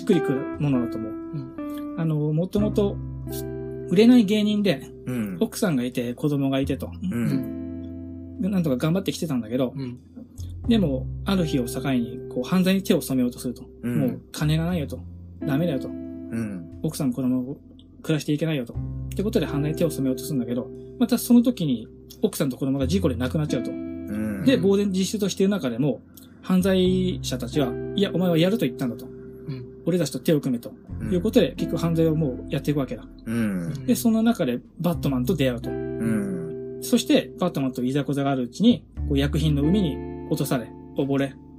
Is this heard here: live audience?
no